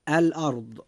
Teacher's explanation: كلمة الأرض فيها حرف الراء جاء ساكنا وقد جاء ما قبله مفتوحا، فيجب أن تفخم الراء عند نطقنا لكلمة الأرض هكذا: الأرض.